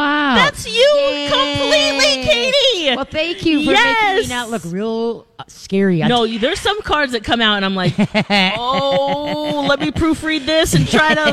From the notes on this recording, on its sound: LIVE from Urban Tails for Pinky Swear!